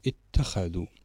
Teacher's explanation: التاء هنا وإن كان مشدد ولكنه في الأصل عبارة عن تاءين، الأولى ساكنة والثانية مفتوحة، فإذا ابتدأنا به هكذا اتخذوا.